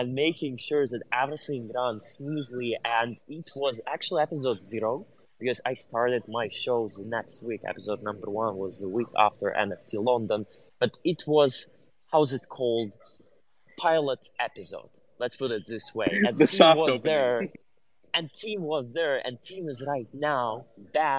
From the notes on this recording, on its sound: LIVE from NFTNYC. Together with the leading speakers presenting in NY.